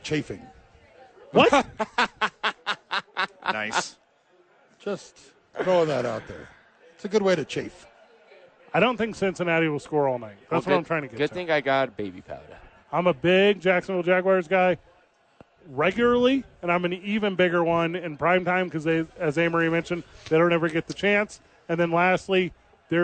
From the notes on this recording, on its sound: live from Howies!